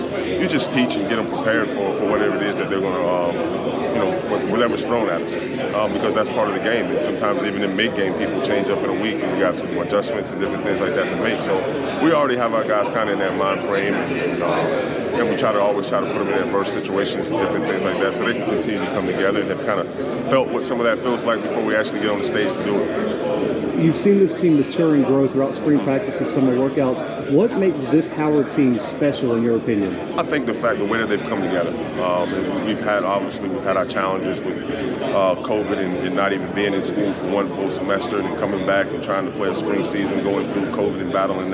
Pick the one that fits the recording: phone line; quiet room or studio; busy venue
busy venue